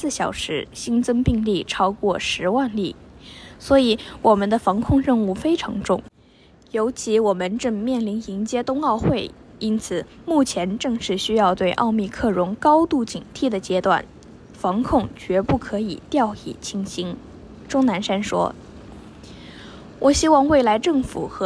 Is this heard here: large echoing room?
no